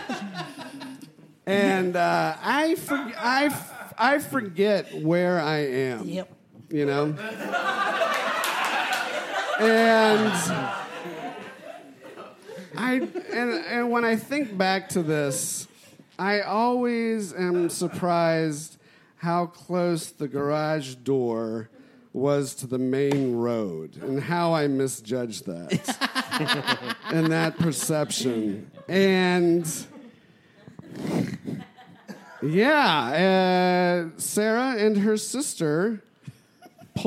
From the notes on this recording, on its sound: Recorded Live with Chinese Menu Comedy.